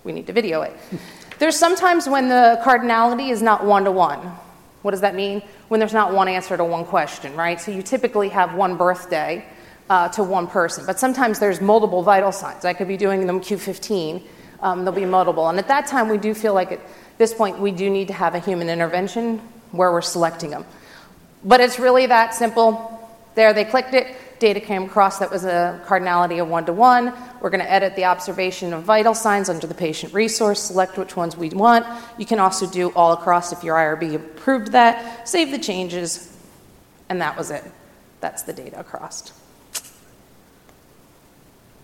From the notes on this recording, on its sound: In this session presented at the 2018 DPharm conference